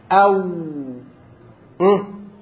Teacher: شفتين لكن ما انطبقوش، في بينهم · Term: انفراج